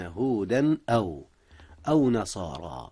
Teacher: أظهر التنوين في هودا قبل الهمزة · Term: إظهار